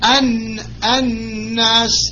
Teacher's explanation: Noon, which has Shadda over it, the stress sound, is in reality two Noons, two letters of Noon. One has sukun and the other has haraka, and the haraka here is fatha. · Term: Noon Mushaddada